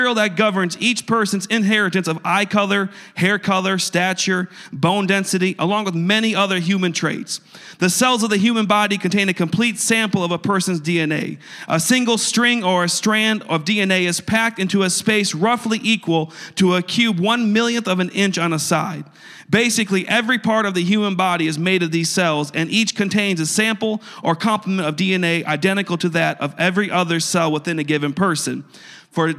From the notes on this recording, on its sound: a service recording from Connect Point UPC